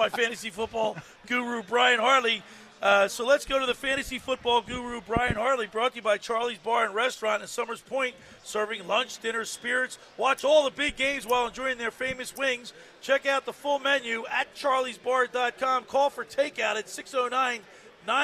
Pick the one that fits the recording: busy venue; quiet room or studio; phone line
busy venue